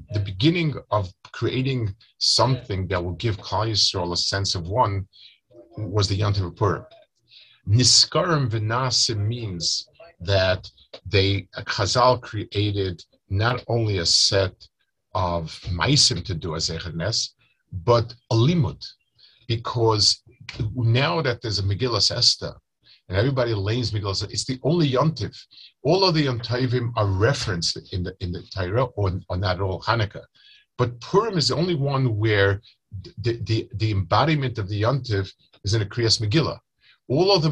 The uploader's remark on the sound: Delivered over Zoom to Chullin Chaburah.